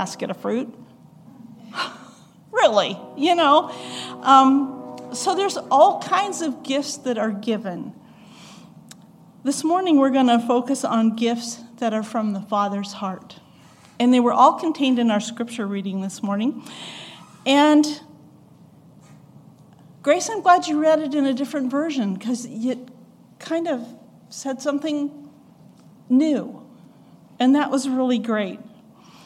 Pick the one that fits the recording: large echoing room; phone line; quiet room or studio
large echoing room